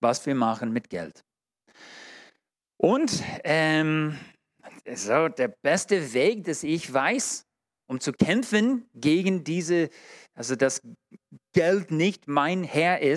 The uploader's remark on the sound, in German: in der Gemeinde Kaleo Schopfheim aufgenommen